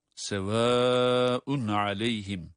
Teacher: 4 elif miktarı kadar uzatma durumunun yer aldığı bir tecvid kuralı, meddi muttasıl.